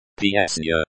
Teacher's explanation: Песня is pronounced with a soft N sound, like NY in onion, making it sound like песня. The stress in the word песня is on the first syllable.